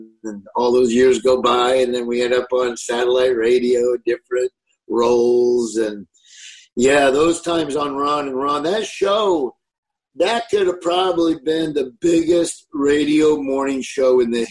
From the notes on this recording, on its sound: From his kitchen in Nebraska to talk over Zoom.